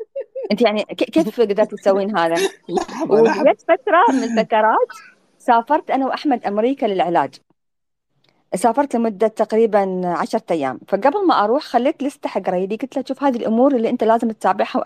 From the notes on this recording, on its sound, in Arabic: تسجيل لمساحة ابن رشد الأسبوعية على منصة تويتر